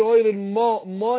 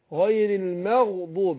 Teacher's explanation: يبقى برقق الميم وافخم الغين · Shown in: second take